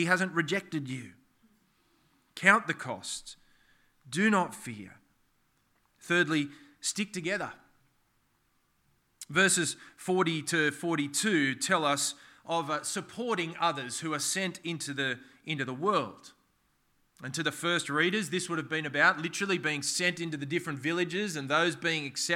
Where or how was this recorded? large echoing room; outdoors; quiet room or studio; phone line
large echoing room